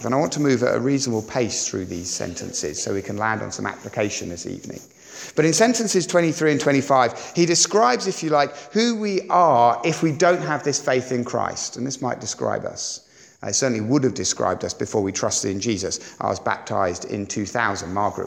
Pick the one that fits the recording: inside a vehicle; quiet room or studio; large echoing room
large echoing room